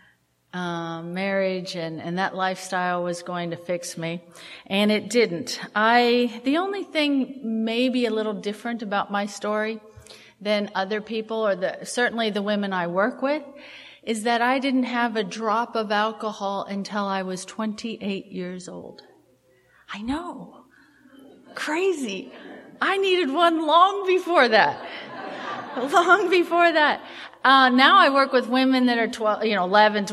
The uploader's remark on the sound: at the Live at Pine Lake speaker meeting held in Seattle